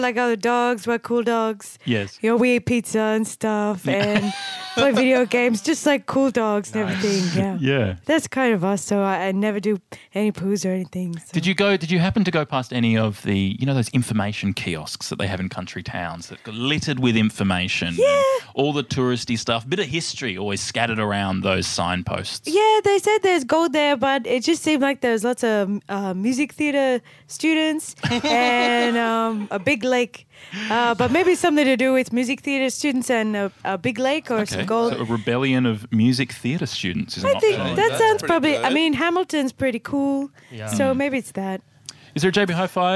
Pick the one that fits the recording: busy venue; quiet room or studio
busy venue